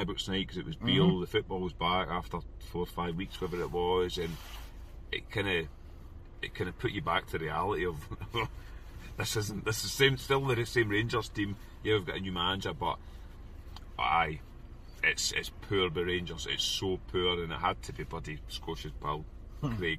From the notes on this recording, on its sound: Reaction from the car after leaving Ibrox.